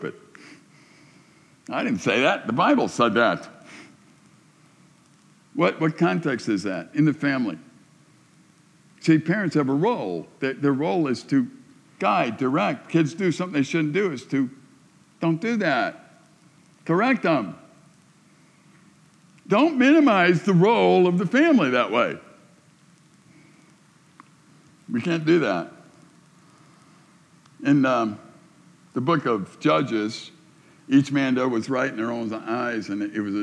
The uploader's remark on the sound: A message delivered to the summer staff and volunteers at Silver Birch Ranch, June 2020